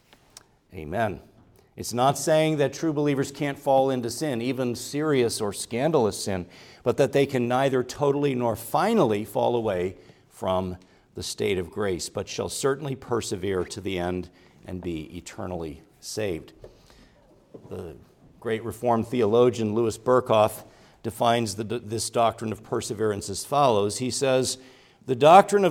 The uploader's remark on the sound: Preached at Grace Orthodox Presbyterian Church in Sewickley, PA, during the evening Worship Service on Sunday, November 05, 2023.